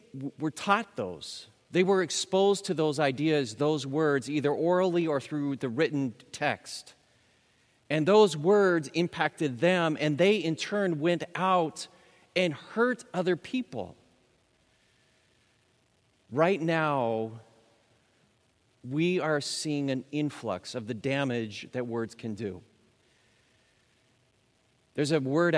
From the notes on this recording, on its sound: Recorded live at Beatitudes Church in Phoenix, AZ